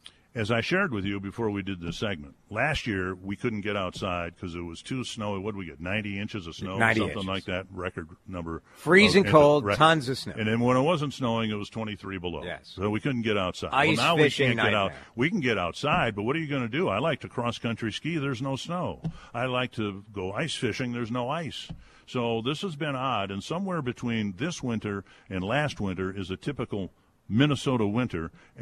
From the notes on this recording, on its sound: We are doing it LIVE from the Diamond Awards over at The Armory in Minneapolis for the Minnesota Twins’ Diamond Awards Ceremony.